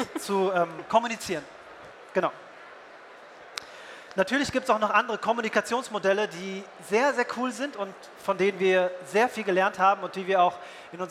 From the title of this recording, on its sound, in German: Live Podcast von der VeggieWorld Berlin